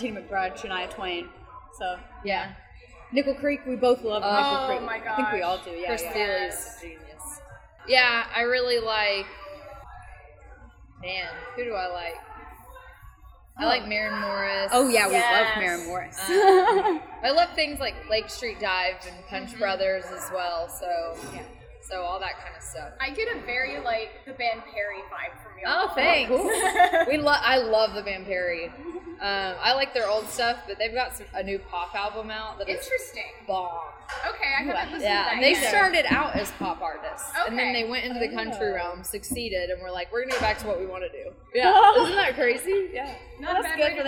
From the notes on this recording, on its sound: This episode was recorded at Frothy Monkey in Chattanooga, TN.